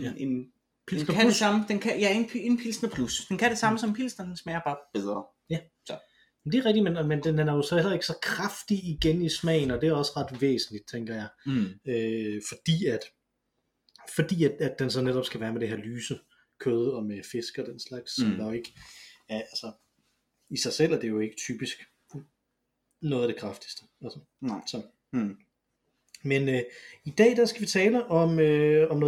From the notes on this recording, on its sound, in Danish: Den er optaget live i et køkken, så lydkvaliteten er ikke engang oppe til vores sædvanlige standarder.